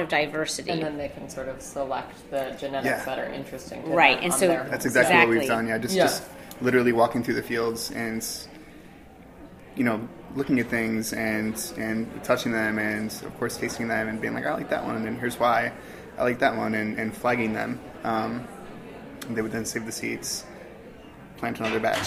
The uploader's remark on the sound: On-site at Organic Seed Alliance’s 8th Organic Seed Growers Conference in Corvallis, Oregon, on February 5-6, 2016, for a special episode of The Farm Report.